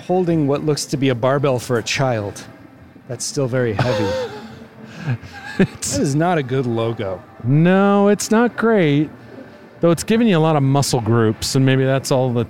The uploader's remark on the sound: They walk a local mall and rate its retail flair, culinary offerings, and audio recording policy violation response time.